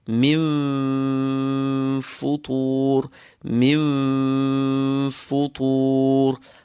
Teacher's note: Upper teeth, edge of upper teeth, meeting inner part of lower lip.